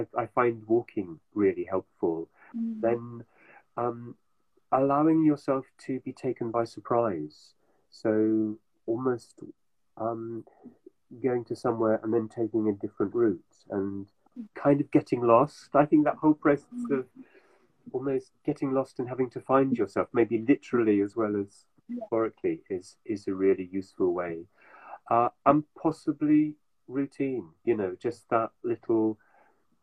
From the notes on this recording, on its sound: live on Instagram